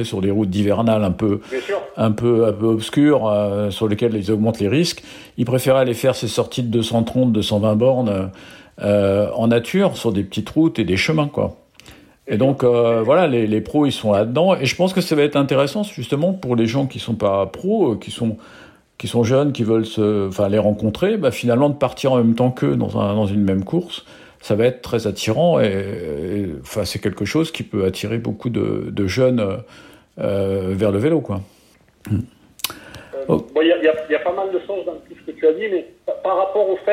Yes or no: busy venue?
no